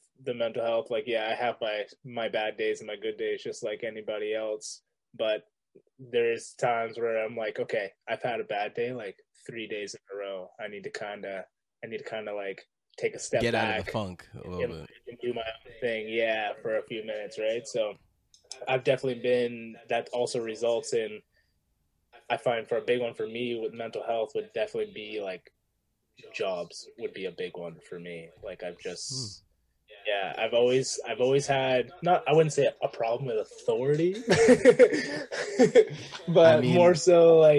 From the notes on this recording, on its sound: Our first zoom episode.